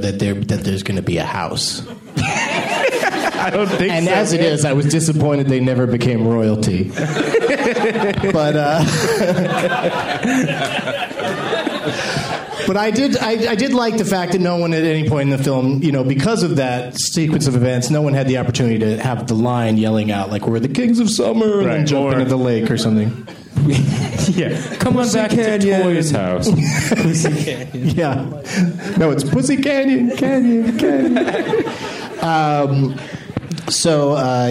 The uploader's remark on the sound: For a Q&A after a showing at the Landmark Theater in L.A.